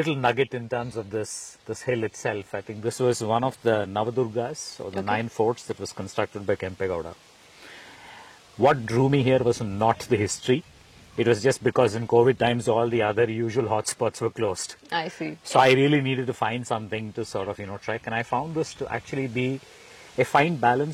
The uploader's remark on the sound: Shot on location at Hutridurga, a trekking destination near Bengaluru.